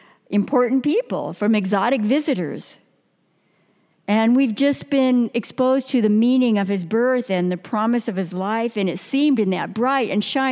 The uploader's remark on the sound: New Year message delivered during the 9:00 Worship service.